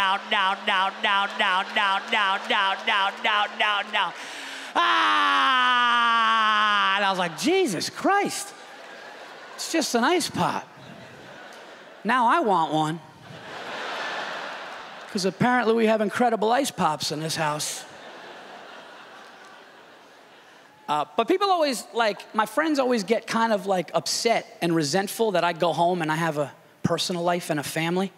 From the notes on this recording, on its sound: This stand up performance took place at the Just for Laughs Festival in Montreal, Quebec